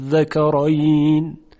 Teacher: در کلمه آذکراین اینجا هم ابتدا دو همزه بوده، آذکراین، همزه اول استفهام و همزه قطعه، اما همزه دوم همزه وصله و طبق قاعده همزه دوم باید تبدیل شه به حرف مدی، آذکراین. خب وجه مشهورم هم همینه که با مد خونده شه با شش حرکت · Term: مد لازم